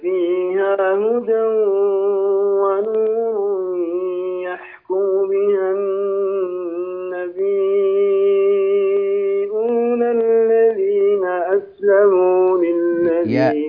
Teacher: أنا ألاحظ على تلاوتك أنها يعني مشبعة اليوم، مشبعة بالغنة. لو سددت أنفك الآن تجد أن التلاوة مشبعة بالغنة.